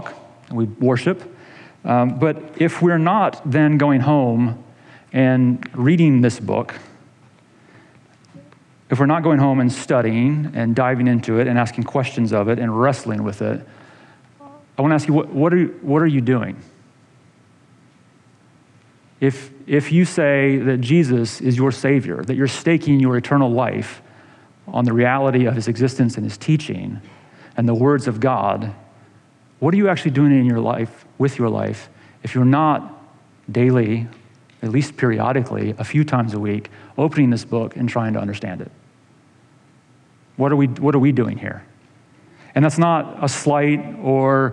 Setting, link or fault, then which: setting, large echoing room